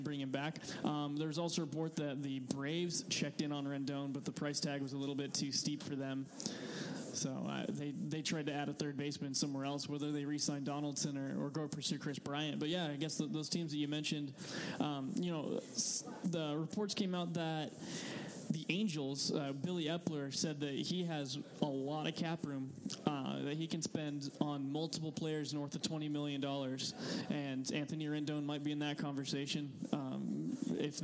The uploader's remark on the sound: Day 2 at the MLB Winter Meetings LIVE from San Diego